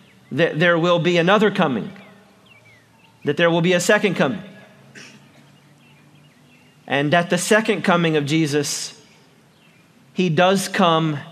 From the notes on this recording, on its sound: preaches for Easter on the Covington Square